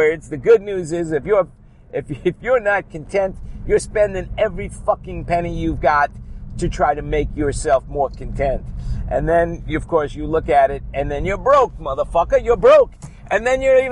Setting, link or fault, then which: setting, inside a vehicle